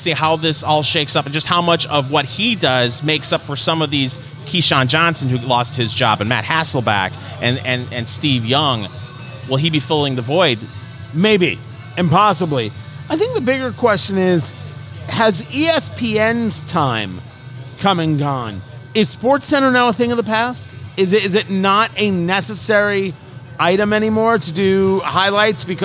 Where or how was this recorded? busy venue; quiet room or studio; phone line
busy venue